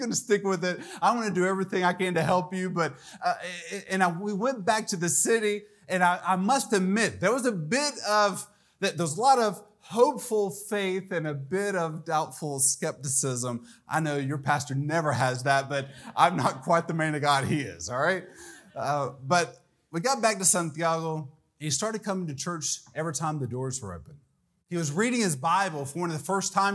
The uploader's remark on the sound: This message was delivered during Missions Month on October 1, 2023 during the evening service.